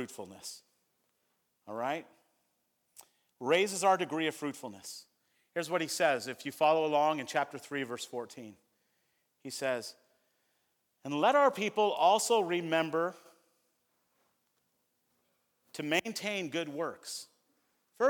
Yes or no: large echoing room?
yes